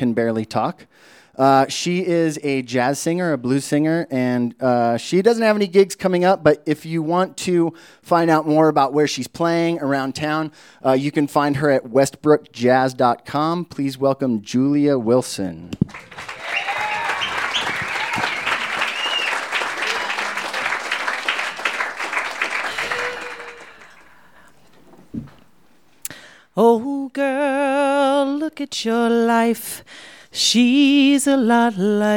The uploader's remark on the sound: These stories were recorded at The Deer Pile on April 17, 2014. You might notice that our podcast sounds a little bit different!